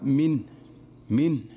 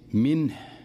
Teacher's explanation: فبعض الناس يقرأها من من، وهذا خطأ. الصحيح أن يحكم سكون النون وينتبه لإظهار الهاء واضحة · Shown in: second take · لأن حقيقة الهاء أنها ضعيفة، فلا ينبغي عليه أن يهمل الهاء.